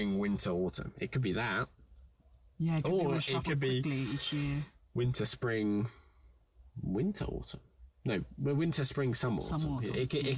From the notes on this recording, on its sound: APOLOGIES FOR THE AUDIO QUALITY